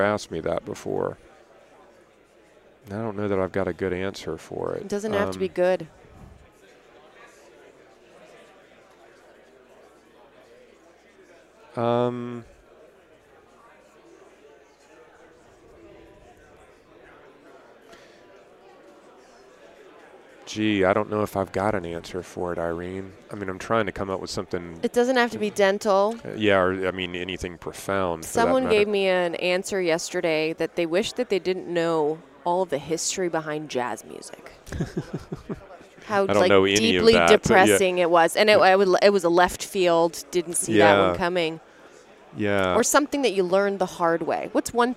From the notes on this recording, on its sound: episode recorded at the Voices of Dentistry Conference